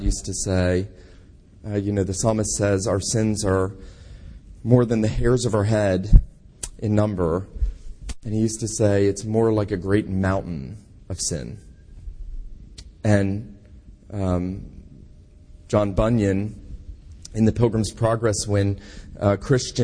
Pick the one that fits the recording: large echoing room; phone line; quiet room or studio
large echoing room